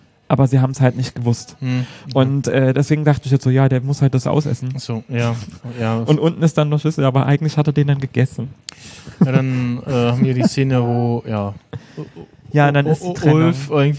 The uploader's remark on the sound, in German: Live aus der c-base vom Day of the Podcast. Bei diese Folge nicht nur im selben Raum, sondern es gibt auch in dieser Episode nochmal eine Art Live Kommentar während wir die Folge schauen.